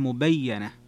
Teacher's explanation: تفرد بن كثير وشعبة بتشديد الياء لكن مع الفتح مبينة